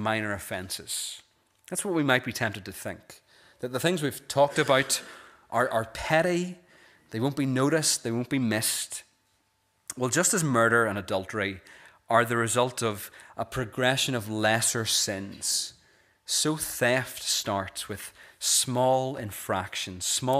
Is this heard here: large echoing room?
yes